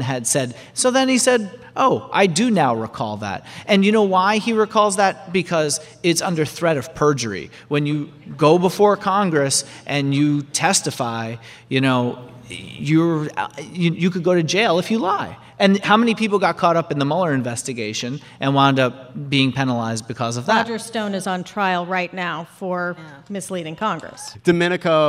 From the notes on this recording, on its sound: This is a special episode, recorded in front of a live audience at the Warner Theater in Washington, DC.